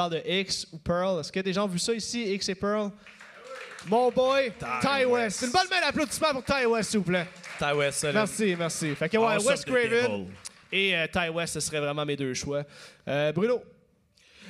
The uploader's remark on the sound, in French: Live au Festipod. Dans le cadre du Festipod, je présentais un épisode devant public pour la première fois.